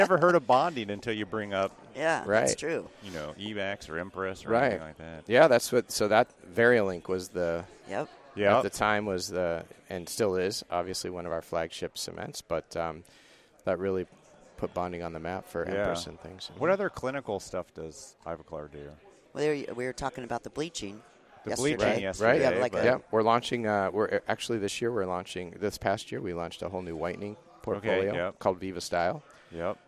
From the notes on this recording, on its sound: We were set up in the Ivoclar Ballroom all weekend. From the Ivoclar Ballroom at Lab Day Chicago. We were set up in the Ivoclar Ballroom all weekend and recorded a ton of great people.